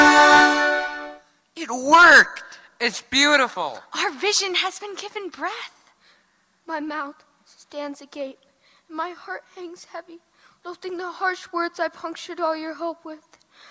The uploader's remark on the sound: LIVE from the Holmes Theater in Detroit Lakes